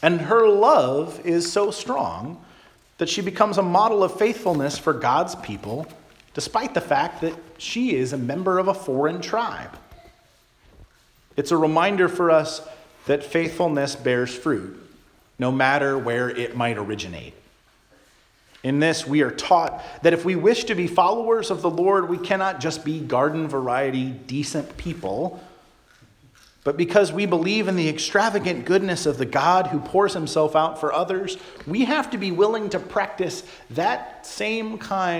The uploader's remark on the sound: Charles Anglican Cathedral, Bremerton, WA.